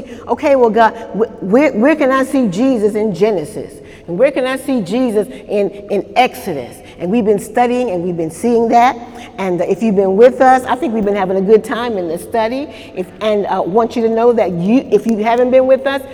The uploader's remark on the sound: During Wednesday night service on October 3, 2018